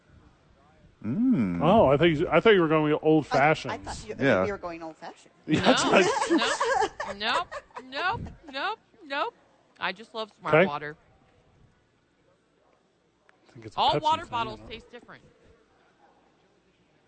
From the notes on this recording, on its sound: Live from Dreamstyle Remodeling helping the homeless.